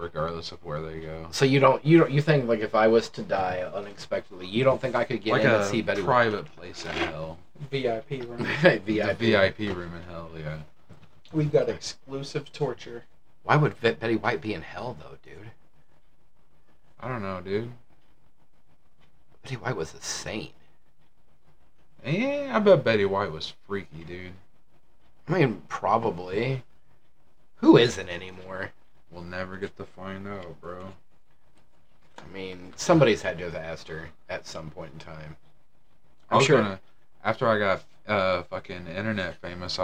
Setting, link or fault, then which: fault, poor microphone